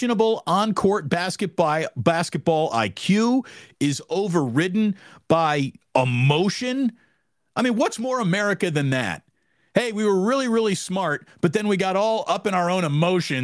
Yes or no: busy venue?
no